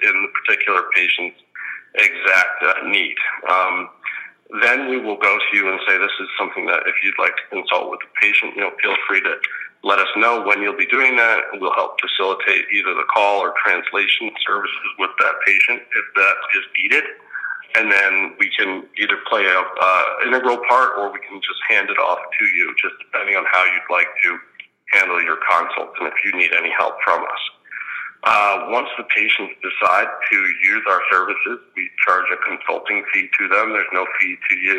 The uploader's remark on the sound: Conference Call